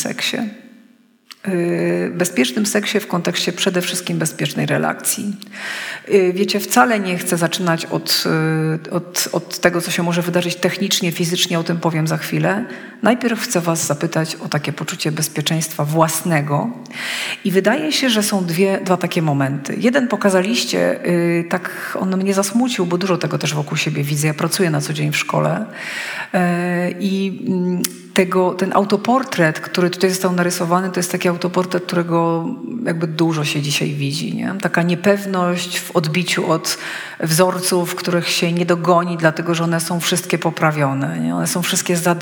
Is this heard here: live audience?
yes